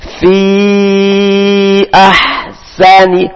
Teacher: menggunakan huruf ha, ah mengalir nafasnya